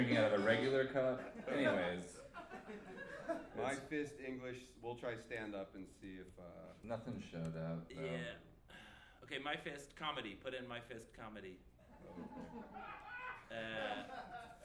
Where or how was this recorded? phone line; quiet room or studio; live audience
live audience